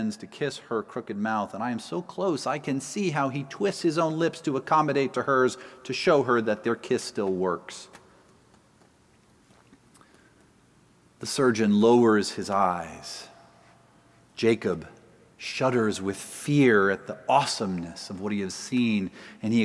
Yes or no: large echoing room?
yes